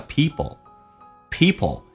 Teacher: P 跟 L 在快速的时候会发成近似于 B 跟 L